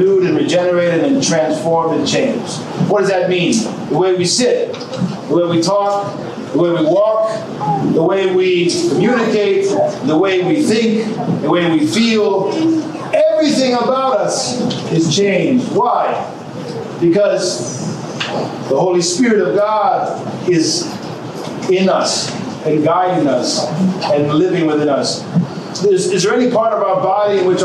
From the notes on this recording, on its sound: From the Australia Lecture Tour, 2019. A Lecture delivered on March 23, 2019 at the Parish of St. Nicholas in Woolloongabba (Brisbane metropolitan area) during a visit to the Serbian Orthodox Archdiocese of Australia.